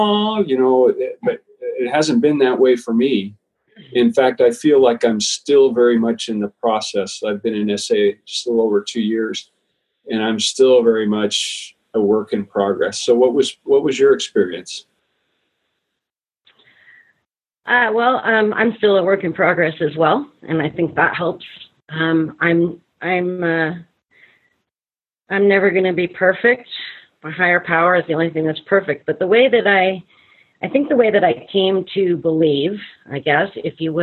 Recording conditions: video call